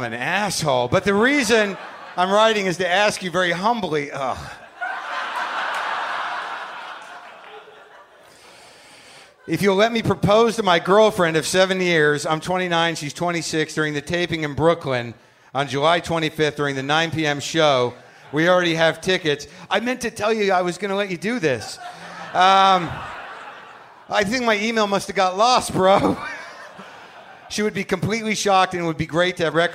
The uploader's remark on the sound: Recorded live at The Bell House in Brooklyn.